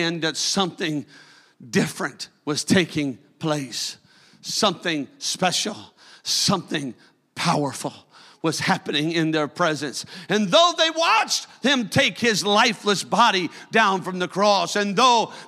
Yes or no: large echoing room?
yes